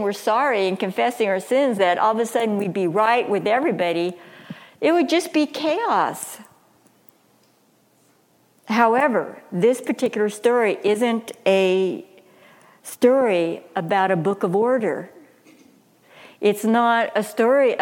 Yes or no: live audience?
yes